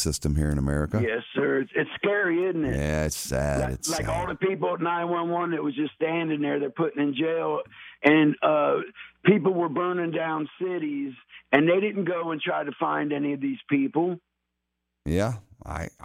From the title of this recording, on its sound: Saturday Morning Open Phones